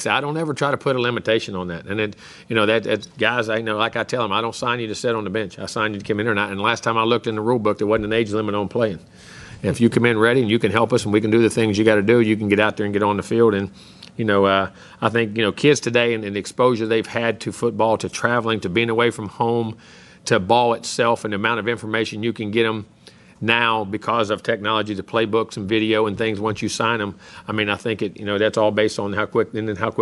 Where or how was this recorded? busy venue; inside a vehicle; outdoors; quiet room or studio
busy venue